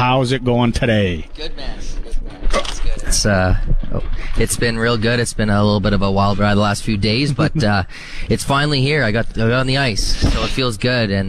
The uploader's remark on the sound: joins the show live from just outside The Patch.